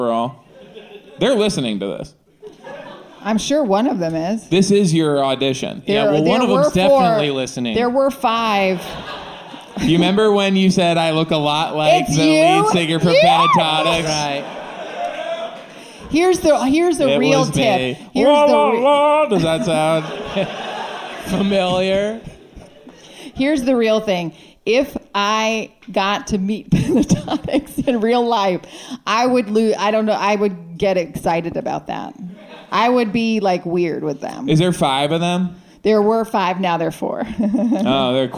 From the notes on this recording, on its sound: Live from the Dynasty Typewriter Theatre